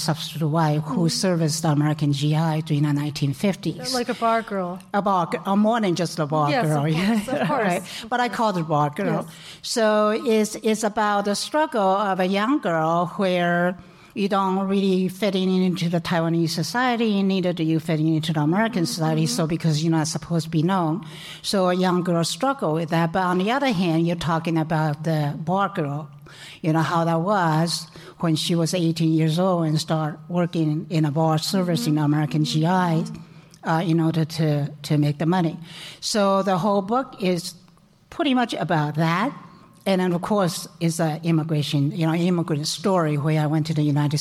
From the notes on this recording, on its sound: Held the second in-person event during the Talking Taiwan Election Tour at the PicCollage office in Taipei. Many of our past guests, friends and supporters were in attendance at the event. A few people from the audience also came up and spoke with me at our impromptu on-stage podcasting booth.